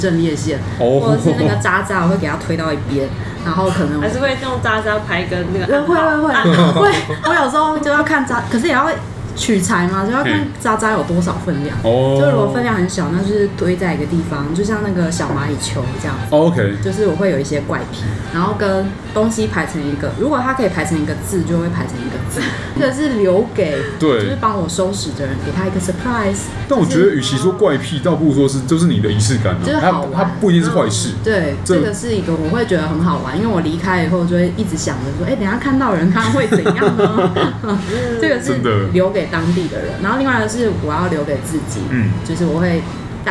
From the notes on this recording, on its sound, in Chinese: 本集白噪音指數：蚊風級 1/5。錄音地點： Wine Café。